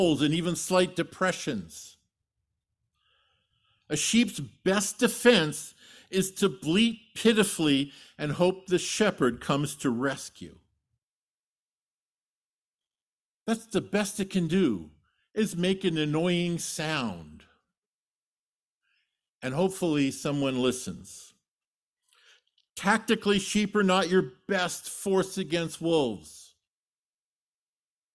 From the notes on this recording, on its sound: Sermon delivered at Trinity Community Church